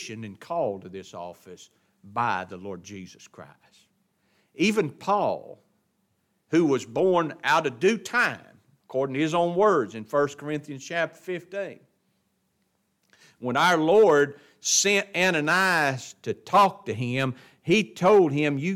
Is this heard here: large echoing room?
yes